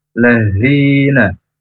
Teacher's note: Kemudian lul lezina, lul langsung masuk ke L, lam yang ada tadinya, lezina, zi huruf zal, ya, tidak nempel, huruf zal, ujung lidah ke ujung gigi atas, zi panjang dua harokat, nah A panjang dua harokat, badal, manu nu juga panjang dua harokat.